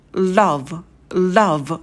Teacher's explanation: На звуке «л» сидите подольше, растягивайте его, потом краткий «а-а», очень быстрый, и в конце звонкий звук «в» не оглушайте.